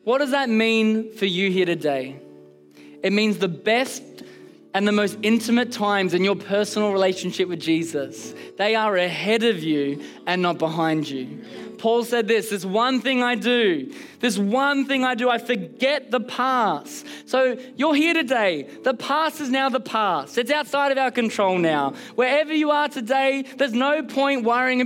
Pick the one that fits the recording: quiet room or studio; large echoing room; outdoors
large echoing room